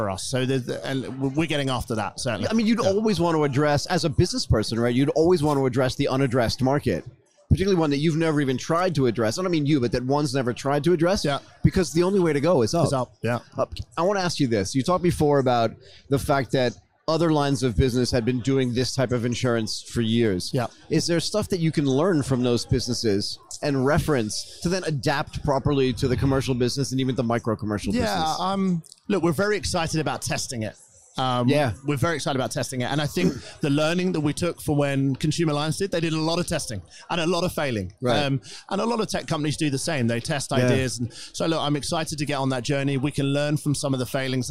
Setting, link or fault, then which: setting, busy venue